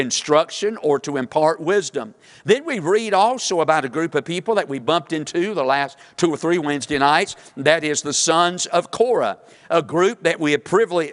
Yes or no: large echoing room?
yes